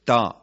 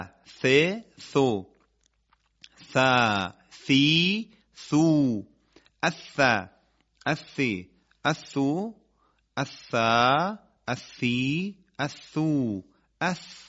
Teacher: ثا همونطور که گفتیم از تماس نوک زبان با لبه دندانهای ثنایای بالا بدون ارتعاش تارهای صوتی تلاوت میشه · Shown in: second take · که سطح زبان به صورت کاملا مسطح و بدون شیار در واقع به لبه دندانهای ثنایای بالا برخورد میکنه و چون نوک زبونی هست دیگه بوی حرف سین نمیده. · Term: حرف ثا